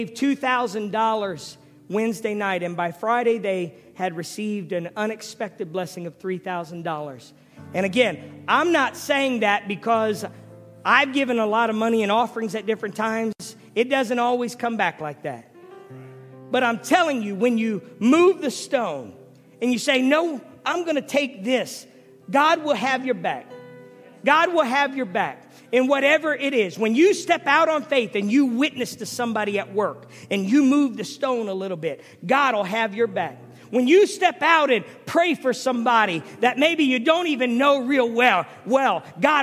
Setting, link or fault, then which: setting, large echoing room